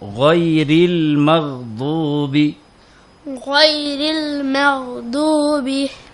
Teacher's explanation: গাইন উচ্চারিত হচ্ছে কণ্ঠনালীর শেষ থেকে